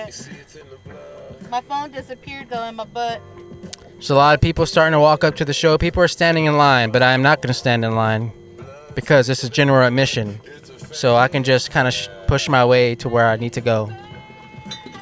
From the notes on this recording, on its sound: Live from the Equinox, in downtown Dallas. Sorry for the buzzing sound, pretty sure it was the power adapter we were using.